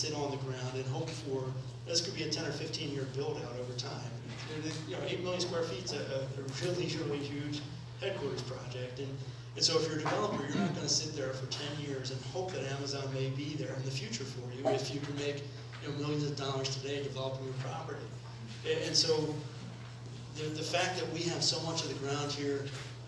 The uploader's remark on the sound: Audio recording from the 11/14/17 Trenton Area Stakeholders Meeting hosted by Greater Trenton